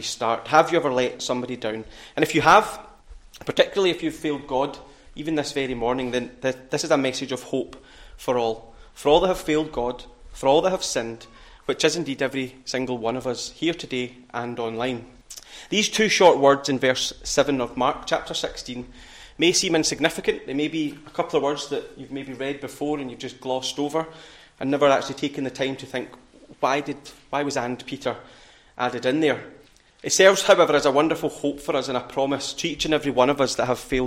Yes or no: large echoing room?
yes